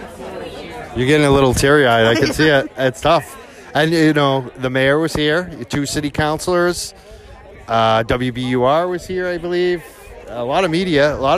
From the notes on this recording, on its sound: We spoke to and recorded audio from Saturday’s Rally outside of the rental property.